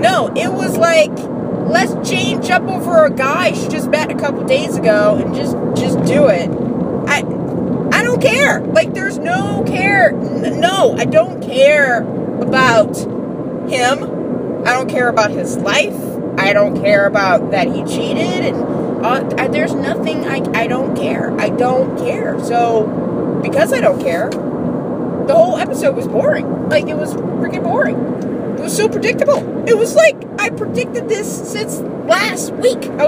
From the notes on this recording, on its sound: I saw the finale and the next morning on my work commute I ranted and recorded it.